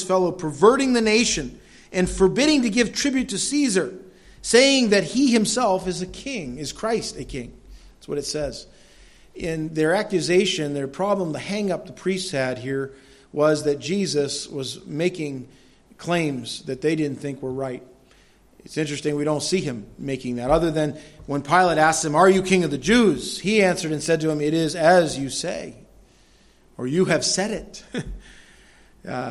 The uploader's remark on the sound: delivered at Madawaska Gospel Church on the morning of July 10, 2016